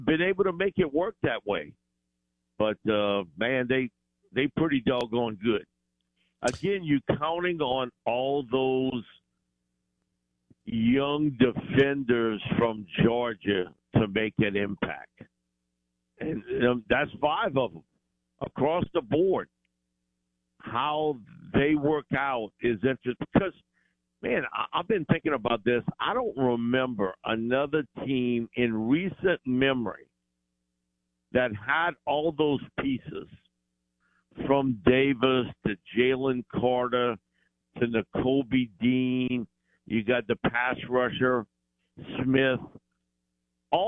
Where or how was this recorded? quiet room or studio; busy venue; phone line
phone line